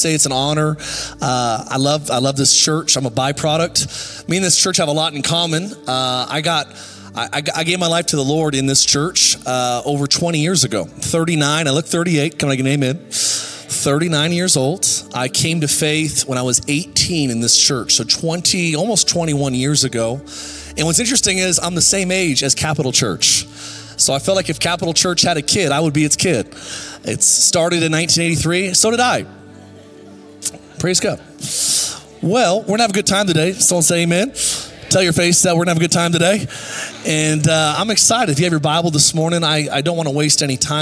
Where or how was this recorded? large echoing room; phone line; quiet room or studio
large echoing room